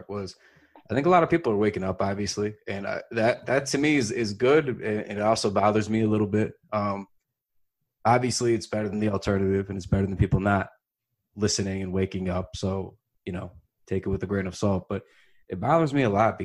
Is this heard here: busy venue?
no